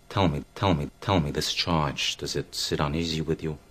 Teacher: The tip of his tongue hits a different place, hits his teeth, which is characteristic of a New York accent.